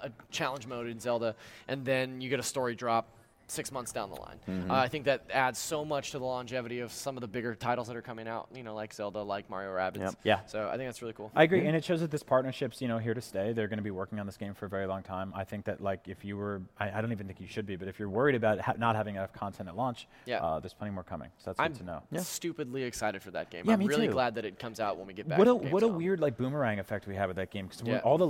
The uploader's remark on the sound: Travelled to Cologne, Germany, to report back live from the annual mega-games convention, Gamescom. It's a shorter episode since it was recorded as part of our live show.